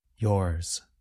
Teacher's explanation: If you listen carefully, you can hear a bit of the sound of the letter S at the end of a word like yours. So the sound of Z is not as strong or as long as in a word like zero.